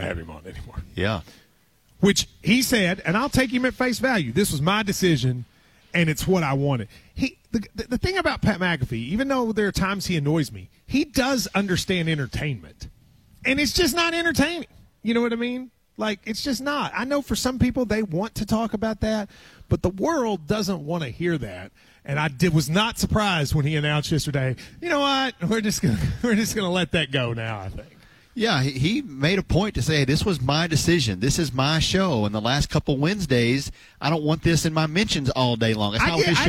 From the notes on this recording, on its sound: KSR is Live from KSBar & Grille